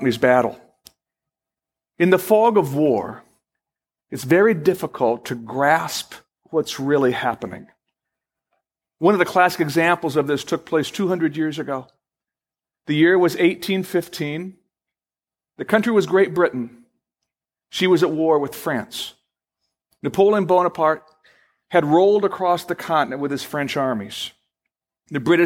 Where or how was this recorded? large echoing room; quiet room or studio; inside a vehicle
large echoing room